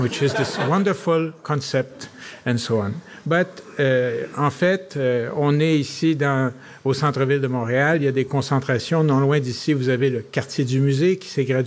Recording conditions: live audience